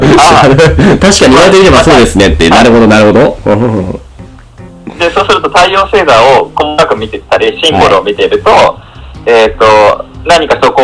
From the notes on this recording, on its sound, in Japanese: 今回機材トラブルで音割れが発生しております